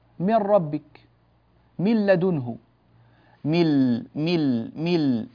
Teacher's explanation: النون إذا أدغمت وبقي ذهبت غنتها كذلك، ذهبت تماما، نقول الإدغام كامل، دخلت النون واختفت بالكلية ولم يبقى لها ذيل في الخارج